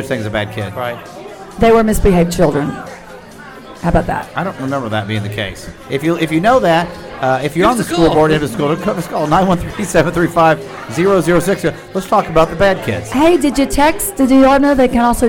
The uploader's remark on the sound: Live from The Lakewood Local